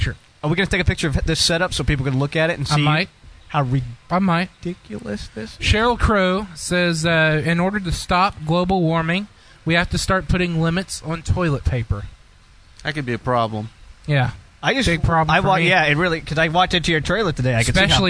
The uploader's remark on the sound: The show goes on location at a local college for a two hour show!